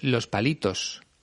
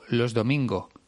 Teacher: las s's de final de palabra apenas suenan · Shown in: second take